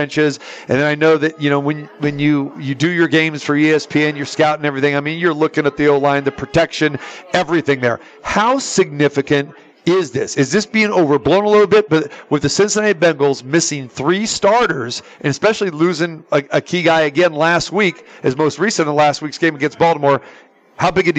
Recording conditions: busy venue